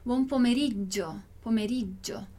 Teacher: aqui a gente tem 2 Gs, então o som é aquele som um pouquinho mais longo, um pouquinho mais demorado